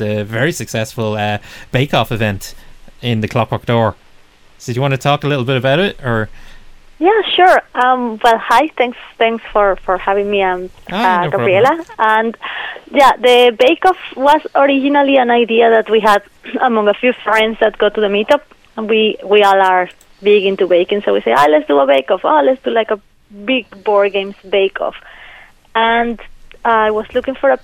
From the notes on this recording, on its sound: We're also joined on the phone.